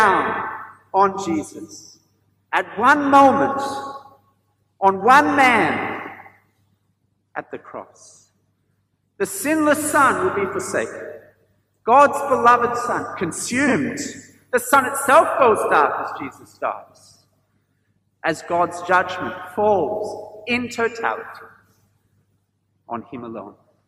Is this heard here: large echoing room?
yes